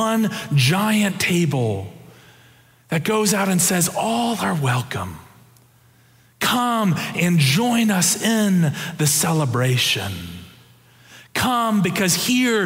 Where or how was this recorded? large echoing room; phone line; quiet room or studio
large echoing room